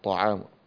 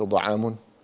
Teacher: الطاء من طرف اللسان مع أصول الثنايا العليا، والضاد من إحدى حافتي اللسان مع الأضراس العليا، فالمخرج مختلف. · Term: مخرج الطاء